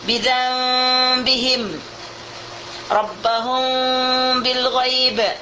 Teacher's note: Ini diperhatikan ya, di waktu iqlab dan di waktu ikhfa syafawi ini bibir kita yang dua jangan bertemu.